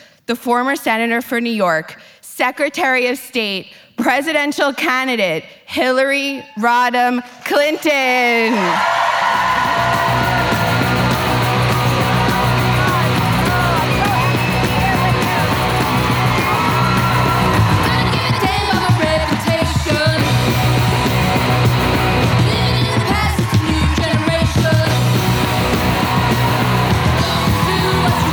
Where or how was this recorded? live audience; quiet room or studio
live audience